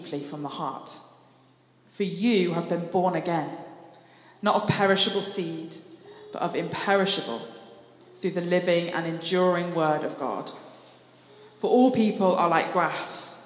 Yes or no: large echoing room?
yes